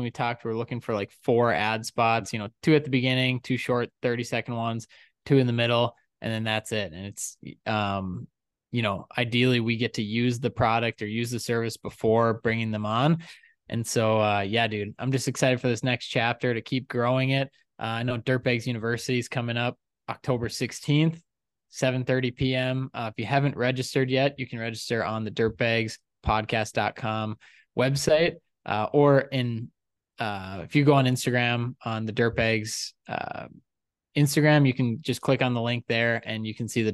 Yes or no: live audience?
no